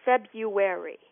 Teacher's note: Those first R's tend to get elided in English pronunciation. That means they just get skipped over. We now know that the pronunciation February, without that first R pronounced, is the most common pronunciation of the word in English.